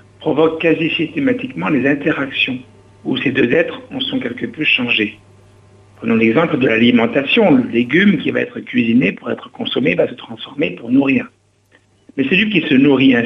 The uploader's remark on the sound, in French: Invité par téléphone.